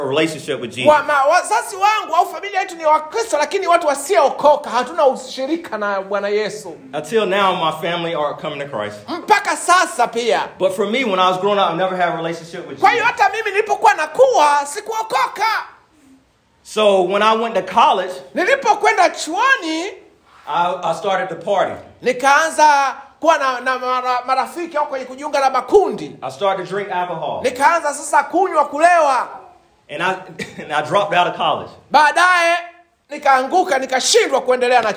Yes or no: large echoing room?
yes